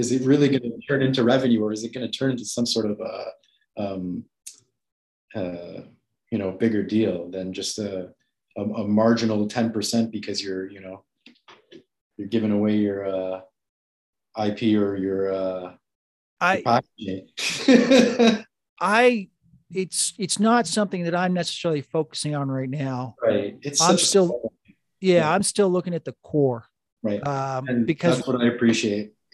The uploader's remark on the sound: This week's Zoom meeting is with a fairly savvy investor who has built up a nice portfolio.